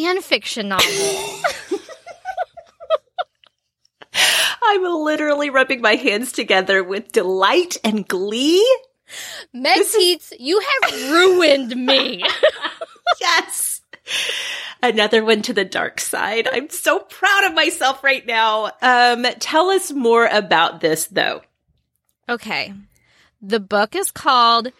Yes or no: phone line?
no